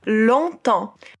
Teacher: On em long e en em temps. Para a gente fazer on, a gente faz um som bem fechado. A boca fica bem redonda, igual quando a gente vai falar a letra O.